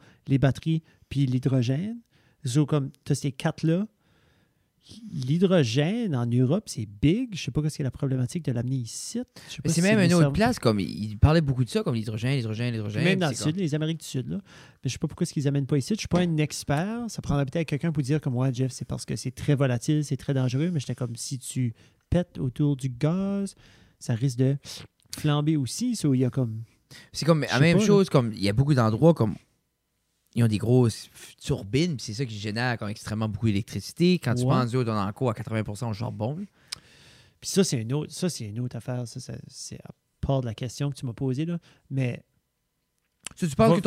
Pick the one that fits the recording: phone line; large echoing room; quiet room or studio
quiet room or studio